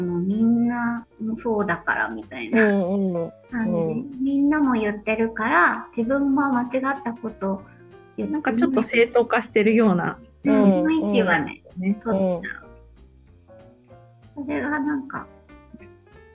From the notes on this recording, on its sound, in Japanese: さんぽまち」メンバー限定zoom会の一部をお届けしています。